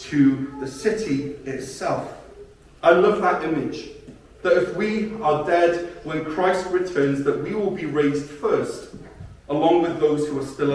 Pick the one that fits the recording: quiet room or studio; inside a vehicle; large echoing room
large echoing room